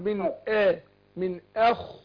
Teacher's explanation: أنا عايز أرقق الهمزة وفخم الخاء